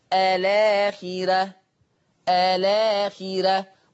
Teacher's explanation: شوف اللام ساكنة الآخرة، هنقل حركة الهمزة للام فتصير الآخرة الآخرة.